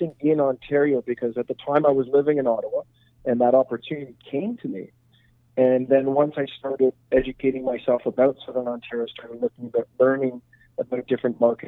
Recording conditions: phone line